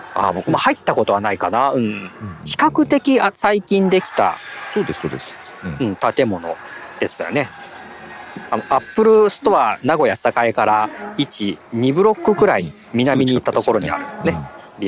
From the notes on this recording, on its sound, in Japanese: 高校野球の実況現場から。蝉の鳴き声が聞こえますね。